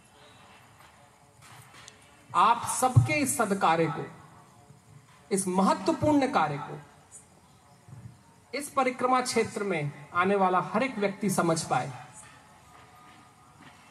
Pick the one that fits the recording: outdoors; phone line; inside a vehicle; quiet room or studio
outdoors